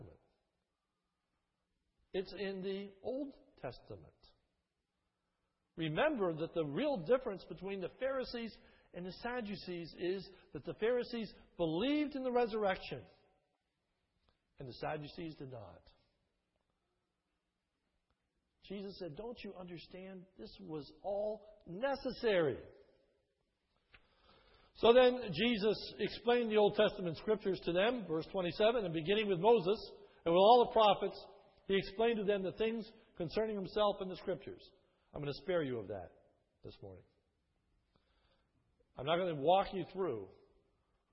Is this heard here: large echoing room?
yes